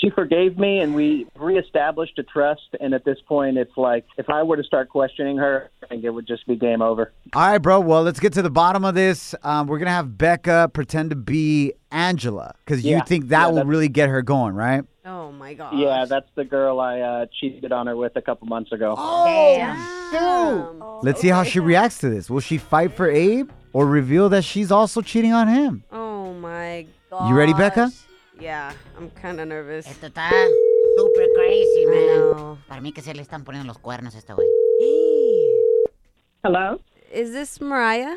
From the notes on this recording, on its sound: Today on the show, we opened up the phone lines.